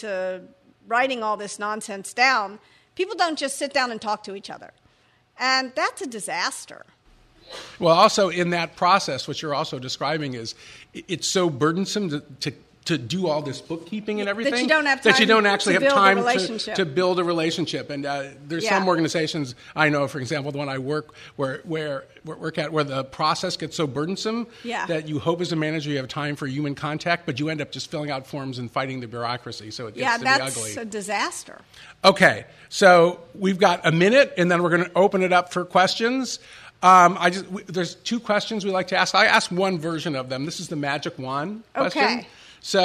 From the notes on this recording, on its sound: Before a live audience in San Francisco.